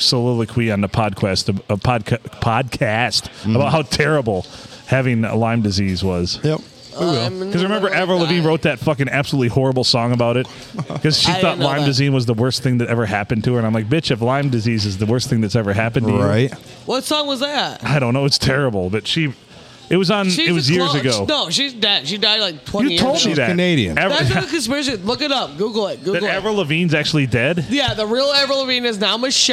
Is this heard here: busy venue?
yes